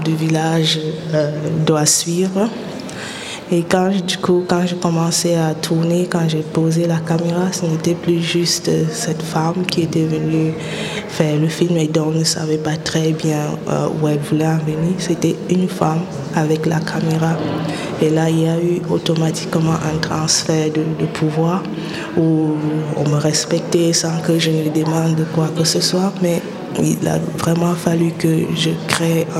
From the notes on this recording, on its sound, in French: En direct du festival Black Movie